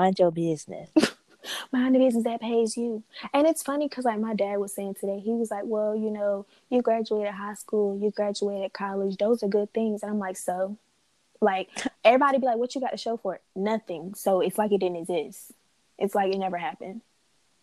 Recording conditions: drop-outs